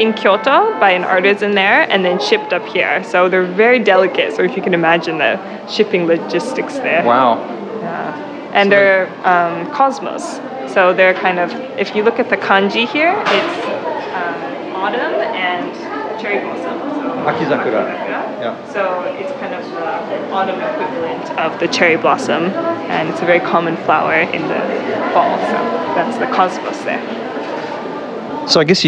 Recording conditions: background noise